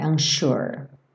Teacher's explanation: I feel so unsure. Lembra que esse S vai ter um som de X